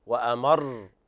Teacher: شدد الراء عند الوقف عليها.